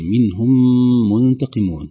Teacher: باعتبار الكلمتين موصولتين منهم منتقمون، سنجد أن الميم الثانية مشددة، لأن الأولى أدغمت فيها إدغاما كاملا، ميم ساكنة في ميم متحركة